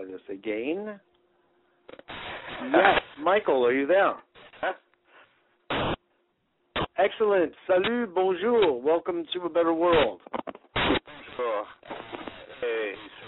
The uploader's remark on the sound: Today is a chance for listeners to call